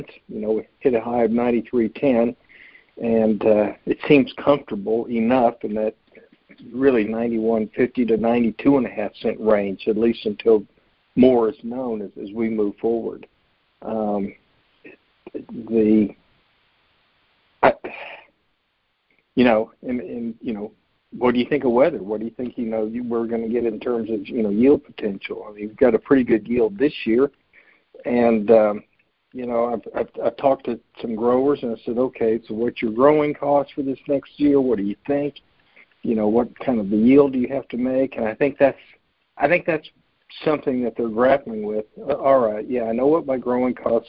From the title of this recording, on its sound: Monthly Conference Call